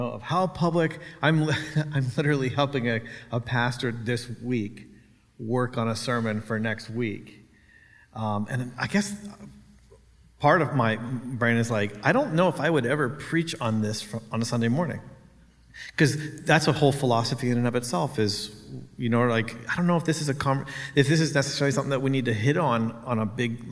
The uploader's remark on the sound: We recorded a live podcast at our Conference